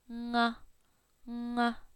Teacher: we have to use further back of the tongue, and it touches up against that soft part of the palate